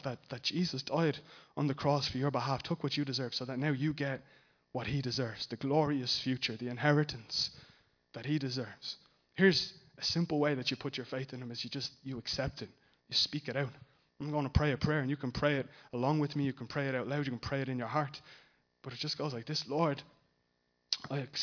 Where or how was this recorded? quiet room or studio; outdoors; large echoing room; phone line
large echoing room